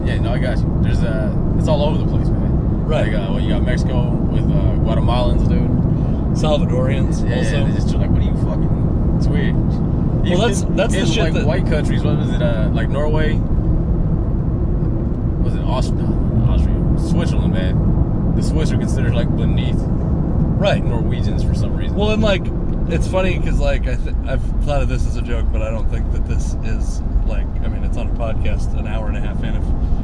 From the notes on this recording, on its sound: This conversation takes place on a drive down to Washougal, Washington.